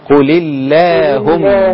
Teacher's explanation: كلمة اللهم قل اللهم أيوة. قل إذا وصلتها بما قبلها اللي هي اللام المكسورة بتاعت قلي تبقى ايه؟ تبقى اللام رقيقة